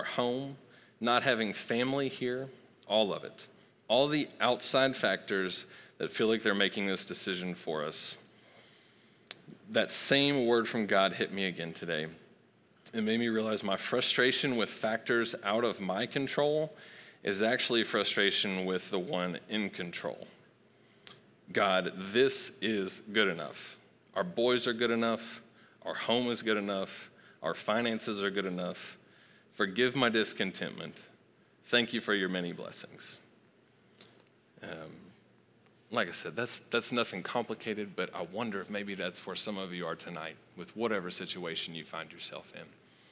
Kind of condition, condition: setting, live audience